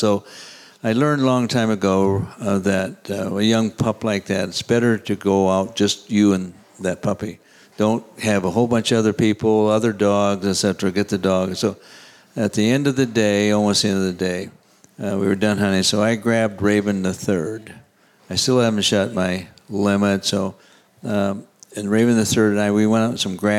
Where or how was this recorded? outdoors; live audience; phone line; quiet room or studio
live audience